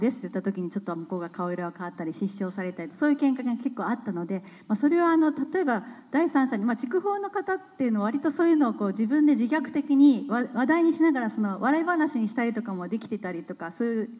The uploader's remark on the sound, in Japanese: 田川市美術館で開催された山本作兵衛さんのドキュメンタリー映画【作兵衛さんと日本を掘る】の上映&トークイベントの模様をじっくりお届けします。